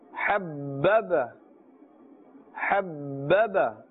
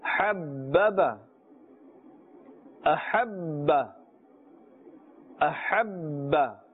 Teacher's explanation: here we're putting emphasis on the first ba because this is a letter of qalqala plus it has a tashdeed